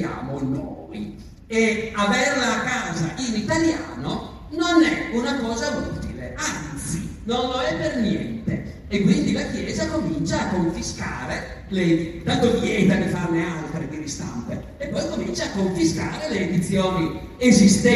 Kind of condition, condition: setting, live audience